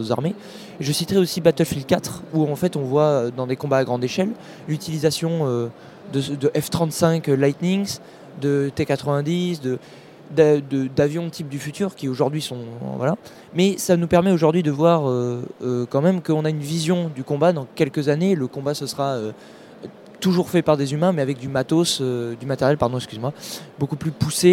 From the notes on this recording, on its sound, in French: Ce podcast a été enregistré en direct à l'occasion d'une table ronde à la Fabrique défense.